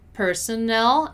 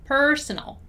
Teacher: Notice that personnel has a strong nel sound, so personnel. While personal, the stressed syllable of personal is per